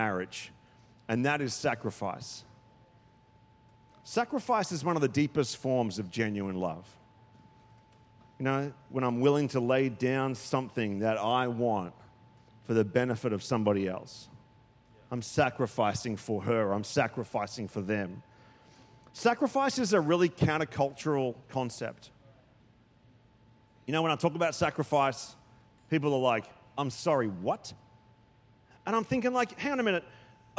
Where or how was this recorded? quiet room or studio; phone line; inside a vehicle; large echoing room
large echoing room